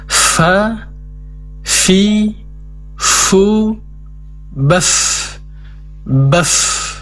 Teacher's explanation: Kemudian penekanan sifat hamasnya, mengalirnya nafas ketika diucapkan.